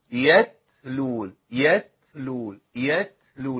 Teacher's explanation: لازم التاء يمشي فيها هوا. ما هو دي بقى الميزه، معرفه الصفات وتعلم الصفات، لازم يمشي هوا او نفس في مخرج التاء يتلون.